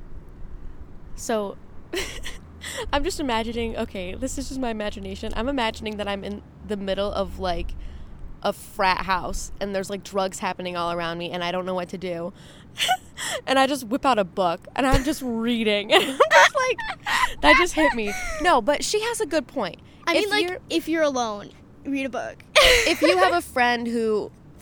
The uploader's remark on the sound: Rooftop Q&A with my sister. Get ready for a windy, car sound filled episode!